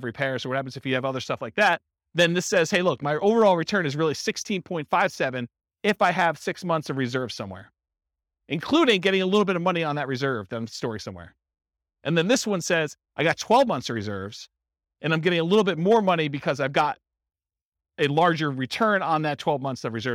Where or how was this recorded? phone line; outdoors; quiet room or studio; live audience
live audience